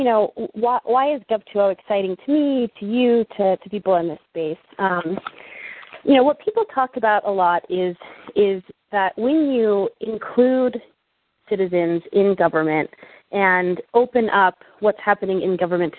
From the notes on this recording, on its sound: Call recorded on November 3, 2010.